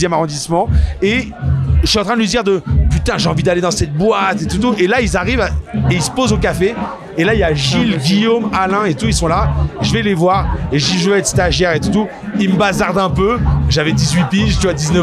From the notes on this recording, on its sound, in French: Il est venu raconter son parcours en pleine contre-soirée au festival de l'Alpe d'Huez. Au chalet.